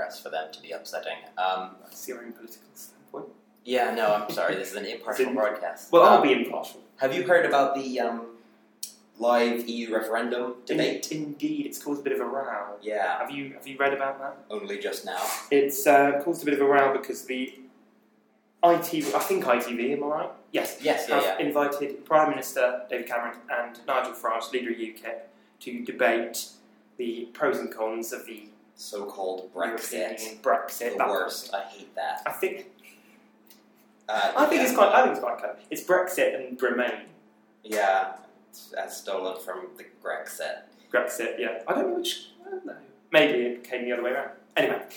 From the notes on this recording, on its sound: We're in a different recording location this week, so forgive the quality.